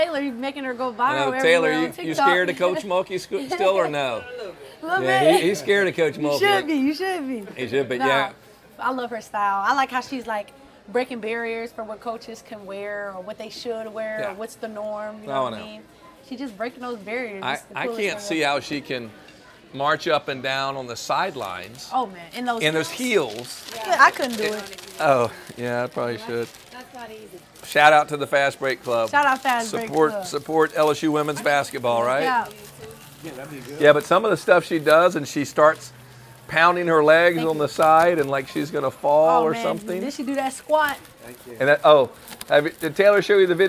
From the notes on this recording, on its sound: at the Fiery Crab in Baton Rouge for some delicious food